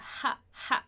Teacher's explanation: Quando o S estiver no final de uma palavra ou no meio de uma palavra, só que antes de outra consoante, ele vai ter um som mais aspirado, como aquele som mais suave que a gente tem no J, que sai da garganta